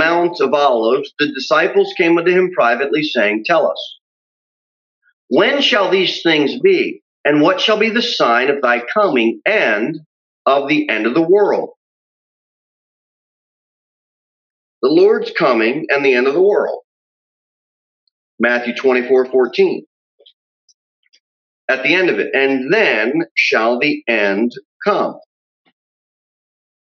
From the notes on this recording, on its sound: Sermon delivered at Pilgrim Baptist Church on Thursday, April 8, 2021, at 6:15 pm. Jere Whitson Rd.